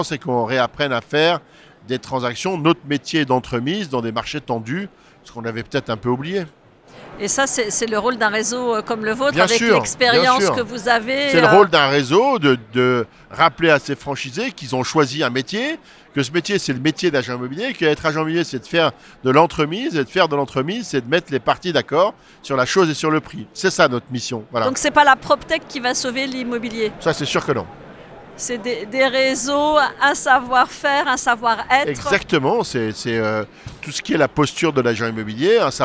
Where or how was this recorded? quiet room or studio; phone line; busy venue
busy venue